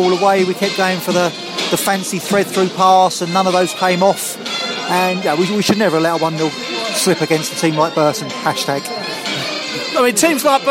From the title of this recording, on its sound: post-match podcast from the pub